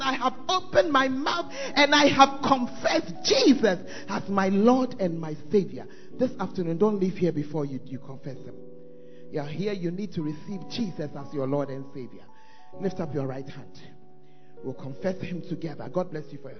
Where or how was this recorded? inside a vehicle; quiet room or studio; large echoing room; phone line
large echoing room